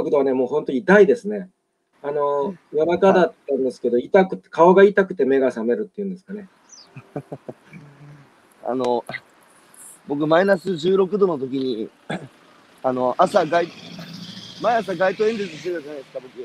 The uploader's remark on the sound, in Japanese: 歩きながら1時間、対談する